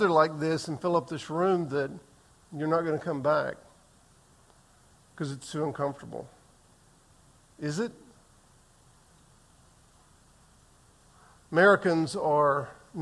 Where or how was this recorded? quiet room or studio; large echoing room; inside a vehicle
large echoing room